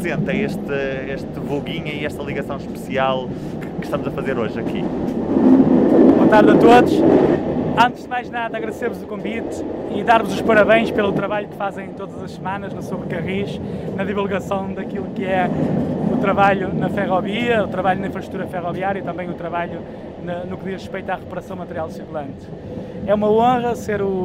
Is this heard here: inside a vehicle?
yes